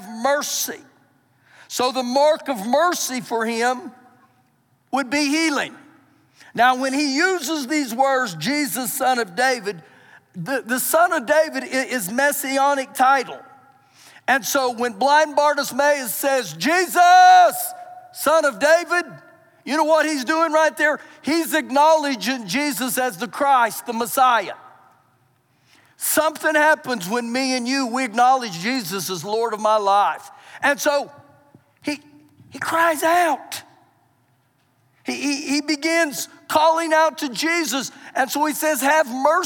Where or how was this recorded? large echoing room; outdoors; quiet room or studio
large echoing room